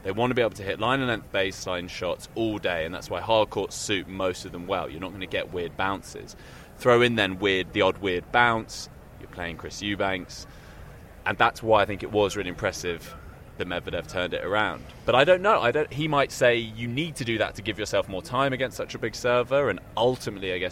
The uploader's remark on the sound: Live from Wimbledon